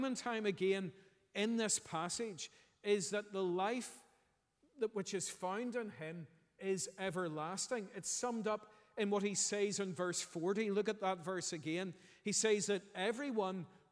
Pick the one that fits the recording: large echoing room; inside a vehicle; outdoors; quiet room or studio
large echoing room